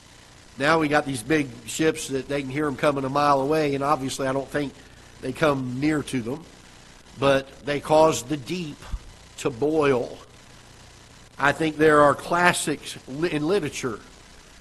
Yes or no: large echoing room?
yes